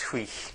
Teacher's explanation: It's not hui-hi, it's hui. There's almost silent H at the end of it